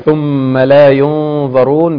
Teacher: ثم لا ينظرون بتفخيم غنة الإخفاء علشان حرف الظاء